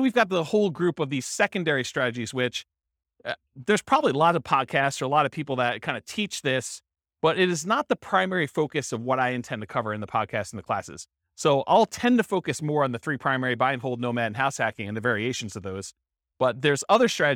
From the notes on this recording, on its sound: This was a live class recorded